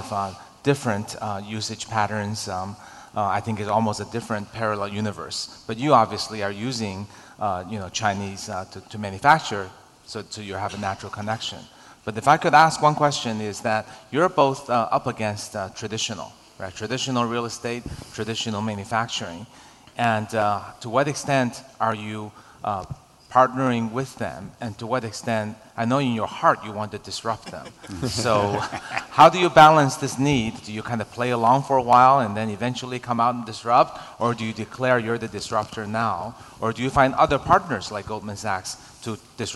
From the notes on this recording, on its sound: was recorded at the Forbes Under-30 Summit late last year.